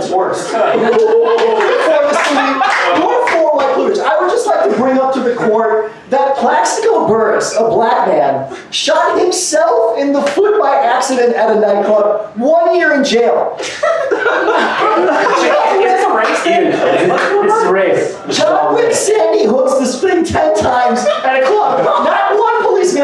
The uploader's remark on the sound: The debate was recorded live this past summer. "Kangaroo Court" show in NYC.